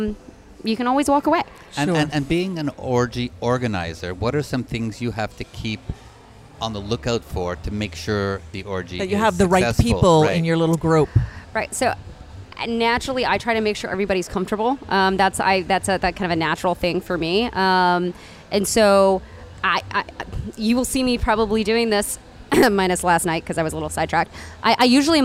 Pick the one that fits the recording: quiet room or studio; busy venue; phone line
busy venue